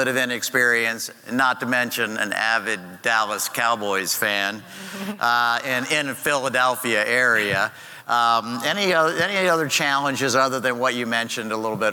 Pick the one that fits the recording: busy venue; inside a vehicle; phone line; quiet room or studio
busy venue